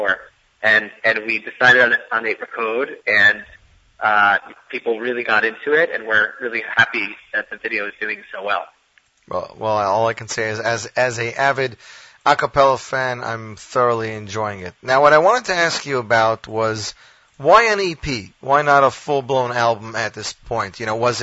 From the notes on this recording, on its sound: will phone in at the top of hour number two